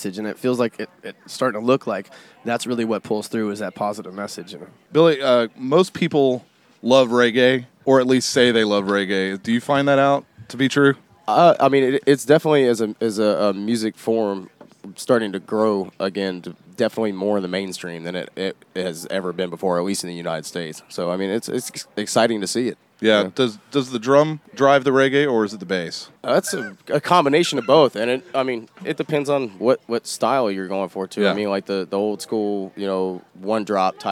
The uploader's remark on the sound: They dropped a new tune live on us. Taped live at The 30A Store in Gulf Place, FL.